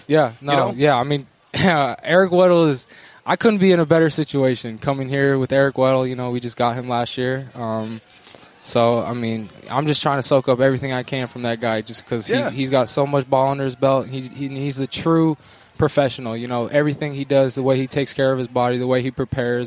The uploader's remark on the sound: live from Rams training camp